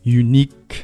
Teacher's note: 中间这个长音要发的够